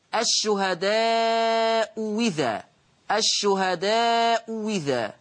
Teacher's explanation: الهمزة الثانية مسهلة أو تسهيل الثانية، أو الإبدال واوا مكسورة